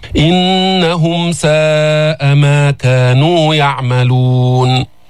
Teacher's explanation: بينا الكسرة بالهمزة المكسورة، بعدين النون المشددة، بعدين ضمت الهاء ضمة كاملة